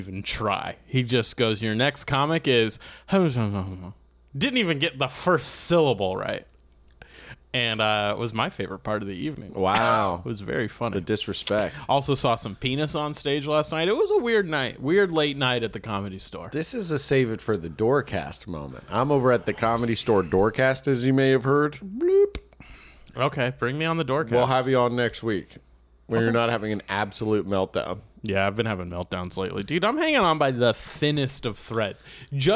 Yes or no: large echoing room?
no